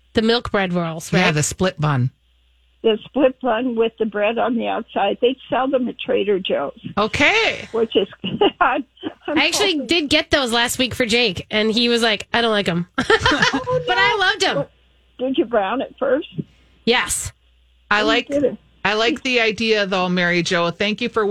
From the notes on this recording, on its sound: Weekly Dishers call in with questions and suggestions for catering an outdoor party.